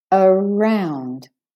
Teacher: So round is the main stress syllable. And the A becomes a schwa. So it's it's short.